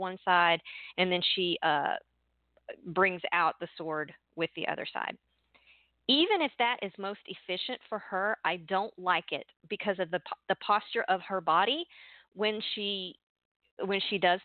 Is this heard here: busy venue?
no